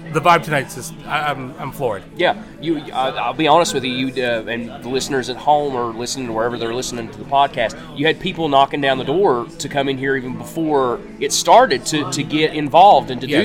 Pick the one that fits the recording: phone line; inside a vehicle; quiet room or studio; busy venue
busy venue